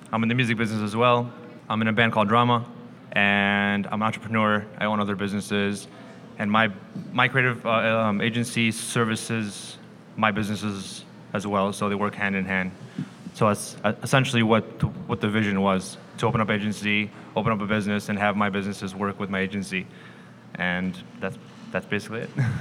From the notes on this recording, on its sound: At a panel recorded at Chicago Athletic Association Hotel